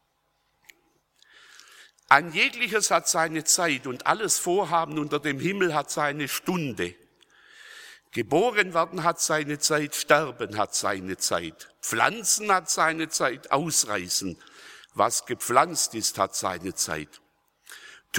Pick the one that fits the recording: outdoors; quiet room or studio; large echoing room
large echoing room